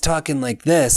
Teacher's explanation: she's higher and she's kind of nasal and kind of fried · Term: vocal fry